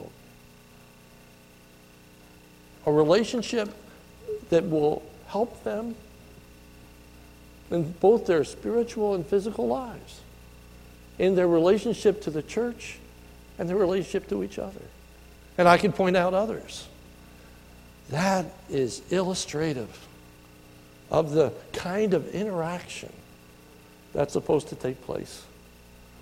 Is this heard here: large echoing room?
yes